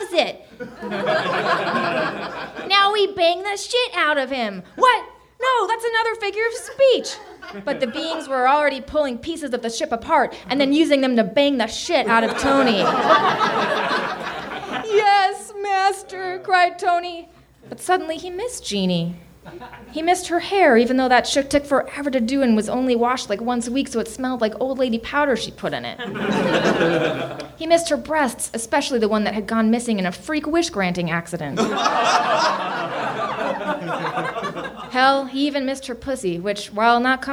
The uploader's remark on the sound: Recorded live at NerdMelt Showroom in LA on 11.22.13.